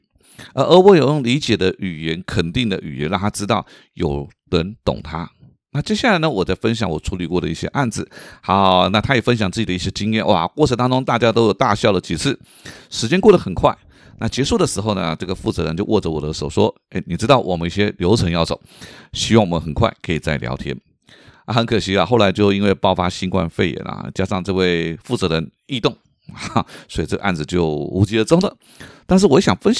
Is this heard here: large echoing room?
no